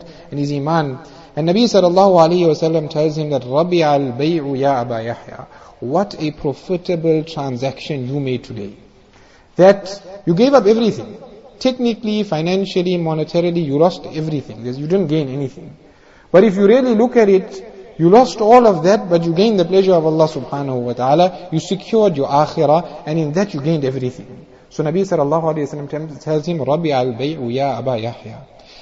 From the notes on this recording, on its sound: Jumuah Lecture at Avondale Musalla